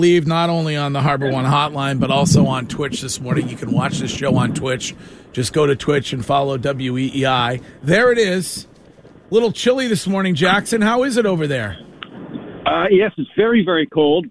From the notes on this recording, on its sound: braves the cold and crowds to report live at Fenway for truck day